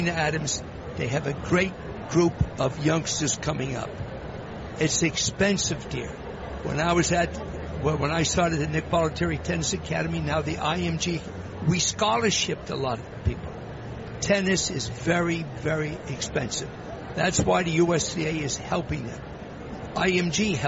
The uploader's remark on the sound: Live from the 2016 US Tennis Open.